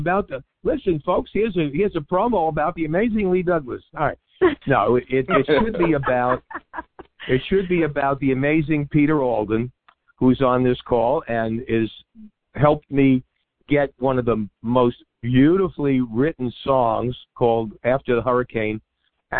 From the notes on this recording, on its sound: Semi Annual call in show. This week listeners call in to ask questions and comment on shows past and future.